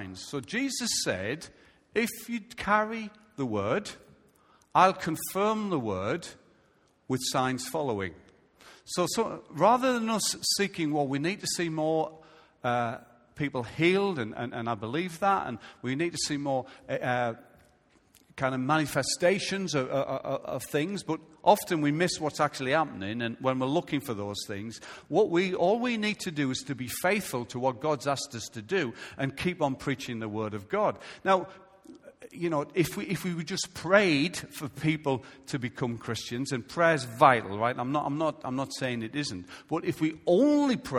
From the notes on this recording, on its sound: Recorded live at Life Church on Sunday 2nd July 2017.